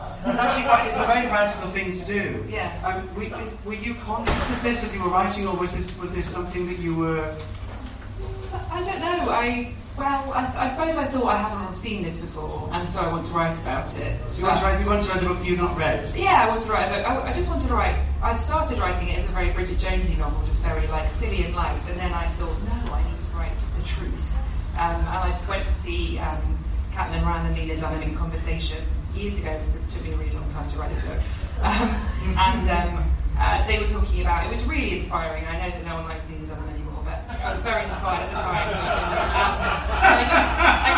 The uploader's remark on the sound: Includes recordings from a live socially distanced literary event at the Royal Vauxhall Tavern.